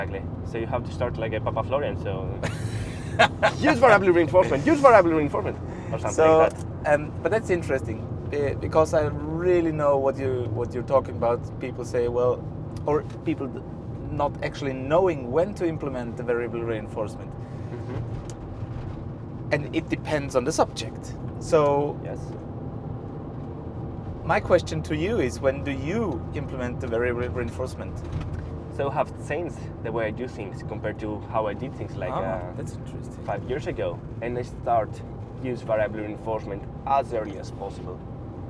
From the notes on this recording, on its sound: This time we get deeper into training topics while we were driving through Athens and the countryside to have our last day at a three day seminar about SAR dog training.